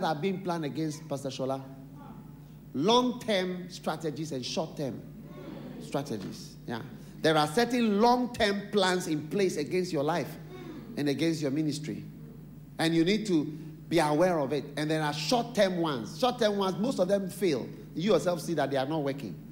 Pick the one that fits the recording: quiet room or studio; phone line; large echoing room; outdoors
large echoing room